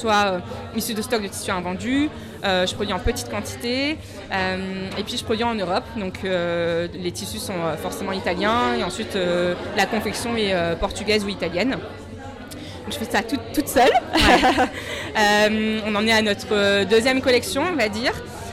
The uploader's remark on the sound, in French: Cet épisode a été enregistré en direct du Kind Festival édition 2023.